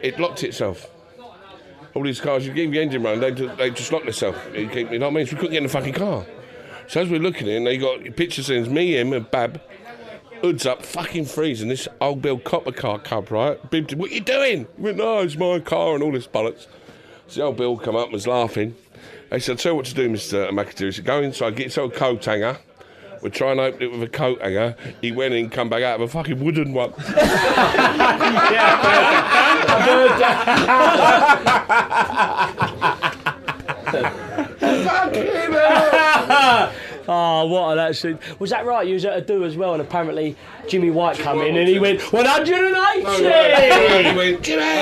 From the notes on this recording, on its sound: Pub in Crayford was always going to be difficult to contain. Thankfully, we managed to piece together something vaguely resembling a podcast but most of it was completely un-broadcastable. Honestly, it was like herding (inebriated) cats.